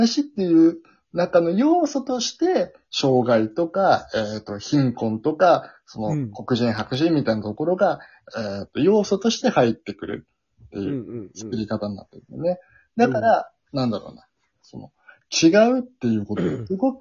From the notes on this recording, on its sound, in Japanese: 今回もリモート収録でお届け！台本をまる読みで後半息切れしてますがご容赦ください！笑い声あり。